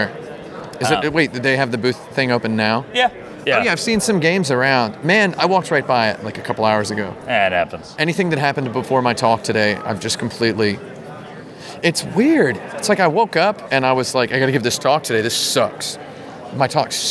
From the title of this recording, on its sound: at Game Developers Conference 2016